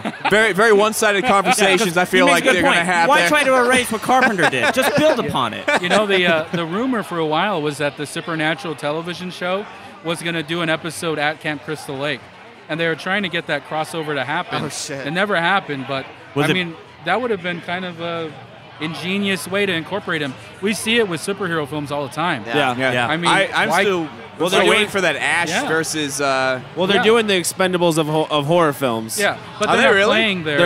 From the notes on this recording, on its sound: Straight from Phoenix Film Festival 2016!